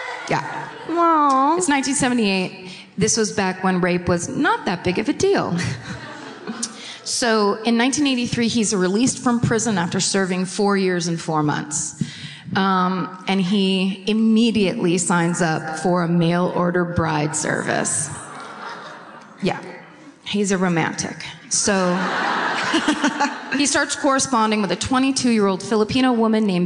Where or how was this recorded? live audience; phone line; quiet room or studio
live audience